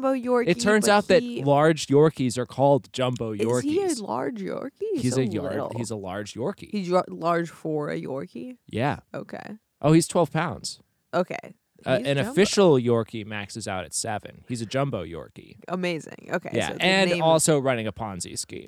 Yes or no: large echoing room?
no